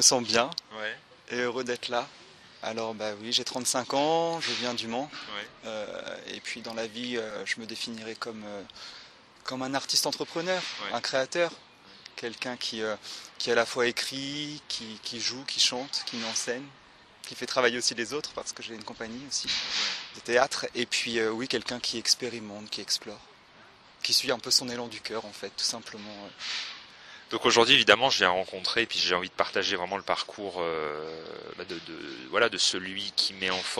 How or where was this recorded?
outdoors